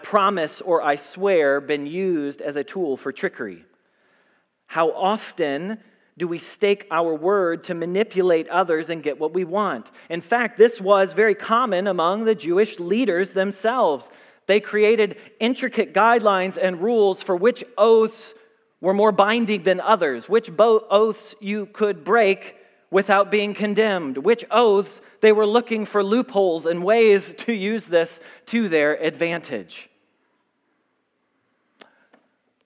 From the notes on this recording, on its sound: Message Preached at Valley Creek Church.